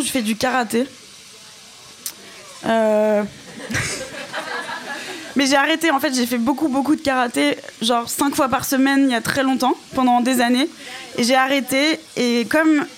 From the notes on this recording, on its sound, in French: Cet épisode a été enregistré le 07 mars 2020 au Lauretta (46-48 boulevard de la Villette, Paris, 19e).